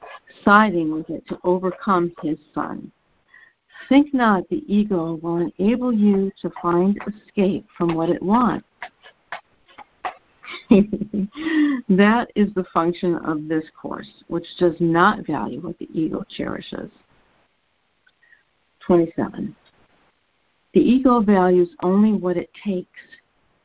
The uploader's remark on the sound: ACIM Daily Conference Call